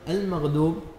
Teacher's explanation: استبدال الضاد دالا. المغضوب استبدال الضاد ضاء.